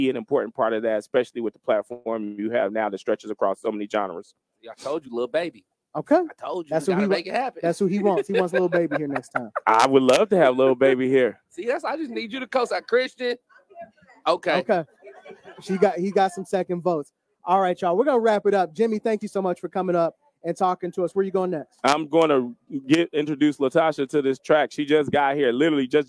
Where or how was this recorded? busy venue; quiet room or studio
busy venue